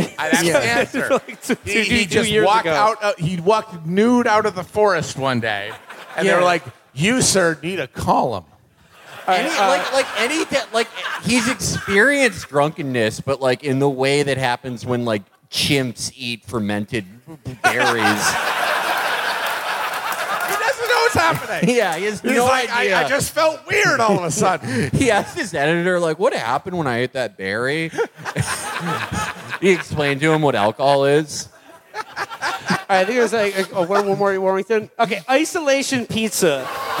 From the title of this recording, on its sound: Live from Montreal